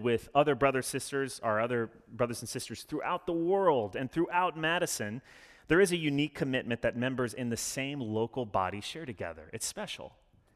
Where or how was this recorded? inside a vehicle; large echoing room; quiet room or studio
large echoing room